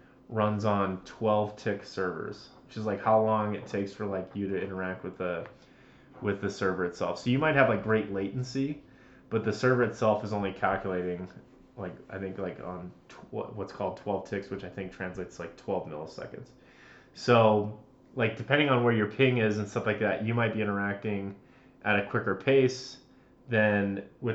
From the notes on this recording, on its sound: Full disclosure, we had audio equipment issues this time around. We apologize about the muffled mics.